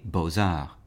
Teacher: For example, with two words such as beaux, the first word is spelled B-E-A-U-X, and the second word is A-R-T-S, but we hear the Z sound from the X connecting to the A · Term: liaison